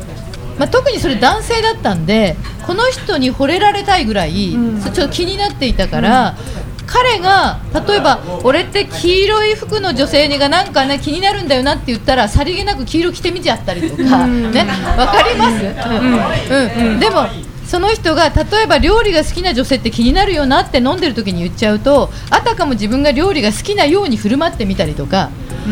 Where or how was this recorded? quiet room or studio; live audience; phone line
live audience